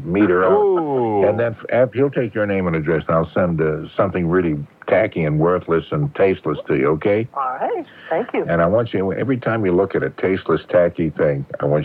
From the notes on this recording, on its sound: I'm on the phone